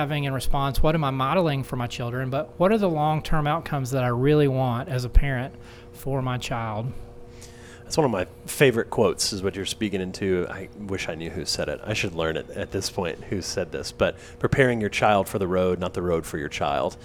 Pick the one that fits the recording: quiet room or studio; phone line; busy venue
busy venue